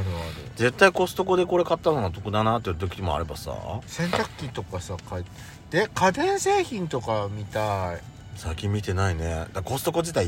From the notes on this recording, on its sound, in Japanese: パーキング収録